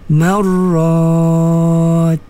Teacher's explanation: Ma, ma nipis, ra yang tebal.